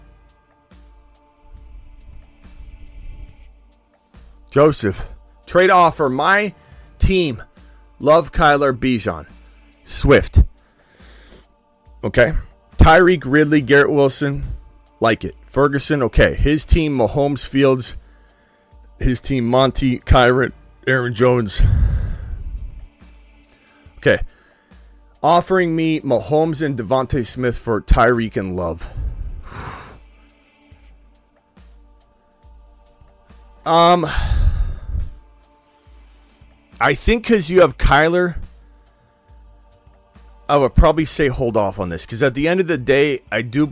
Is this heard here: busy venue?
no